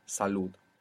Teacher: It ends in a D, so we expect the accent to be on the end.